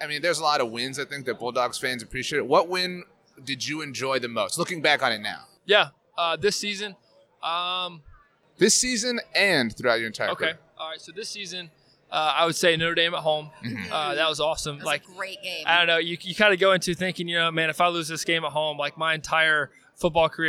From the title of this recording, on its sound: on Super Bowl LIV Radio Row